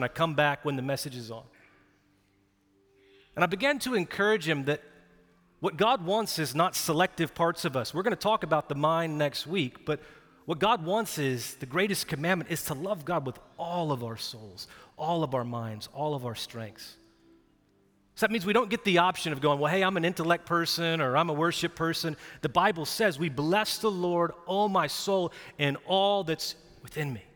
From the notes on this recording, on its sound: Recorded live at Brookwood Church on 4.23.2023